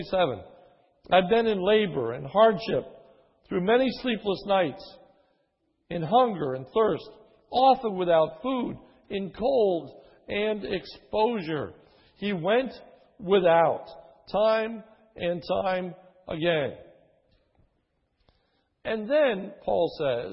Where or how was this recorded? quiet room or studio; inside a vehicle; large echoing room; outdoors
large echoing room